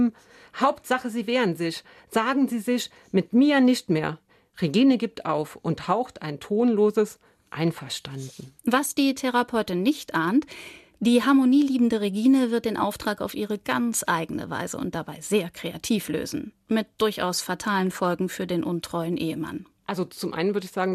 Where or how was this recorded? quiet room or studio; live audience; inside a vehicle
quiet room or studio